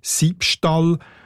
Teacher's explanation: Als Zwischenform hat es dann also «Siebstall» gegeben. Und zum Aussprache erleichtern ist aus dem «W» ein «B» geworden